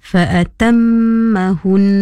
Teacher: Idgham mislain tu kita hendaklah baca dengung dengan dua harokat. Mim pertama masuk ke dalam mim kedua. Bunyinya seakan-akan jadi mim bersabdu. · Term: idgham mislain saghir